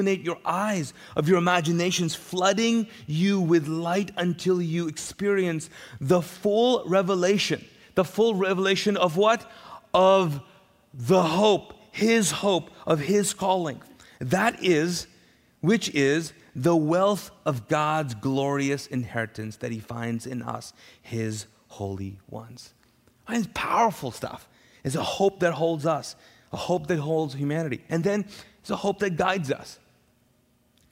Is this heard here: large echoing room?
yes